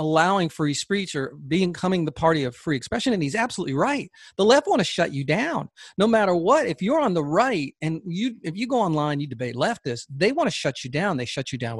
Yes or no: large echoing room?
no